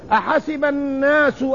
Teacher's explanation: الناس بغنة بغنة من الخيشوم